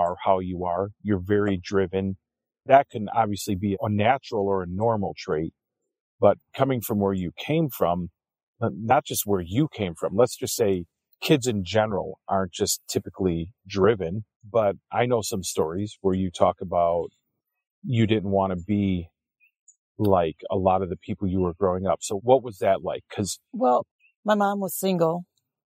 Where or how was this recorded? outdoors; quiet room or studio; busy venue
outdoors